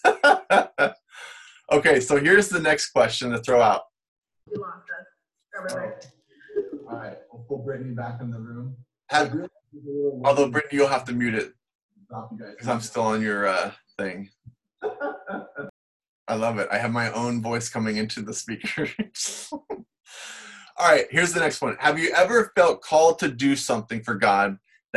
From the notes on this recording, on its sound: we still have Sunday morning service using zoom, Facebook Live, Instagram, and YouTube